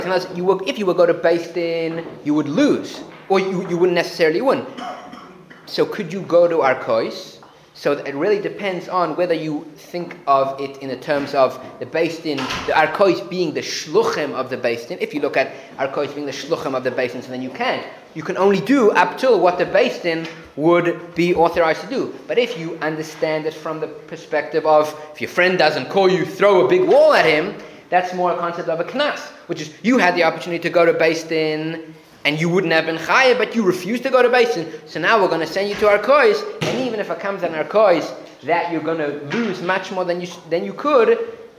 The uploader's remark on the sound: Recorded live at The Torah Center ATL on February 11, 2024